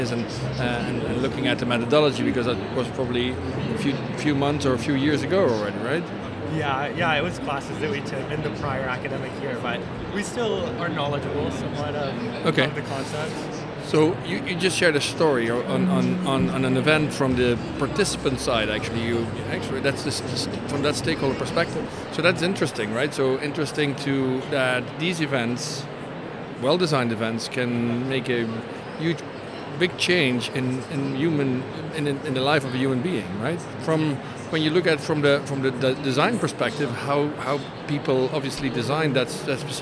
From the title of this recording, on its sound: Live from #IMEXAmerica